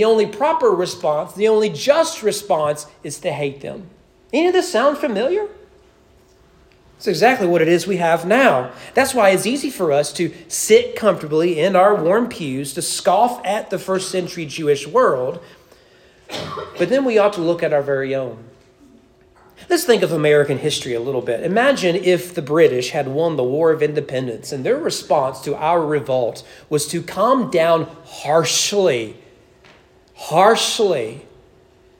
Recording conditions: large echoing room